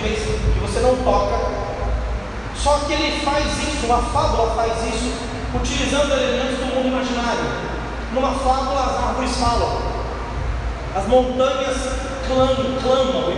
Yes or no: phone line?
no